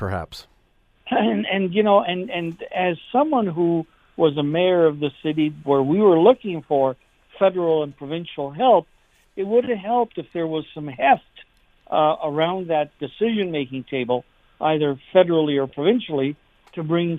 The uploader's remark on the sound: We opened up the phone lines to get your take!